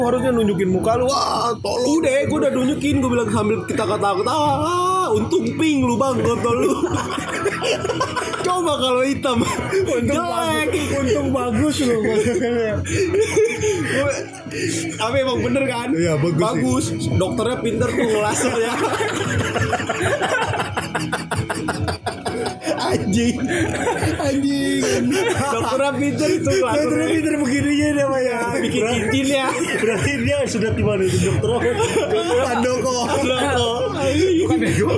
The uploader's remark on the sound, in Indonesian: audionya udah lumayan, ada backsong tapi bukan kehendak kami, ini dari pihak tempatnya